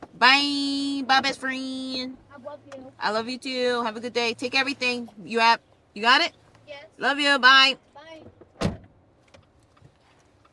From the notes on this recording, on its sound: Where we have conversations about random topics while driving our children to school.